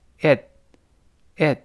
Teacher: 后面那个 t 读快之后失去爆破了，因为读慢了是 it，读快之后 it,it。你看舌尖点上去，把气流憋住。That's probably it.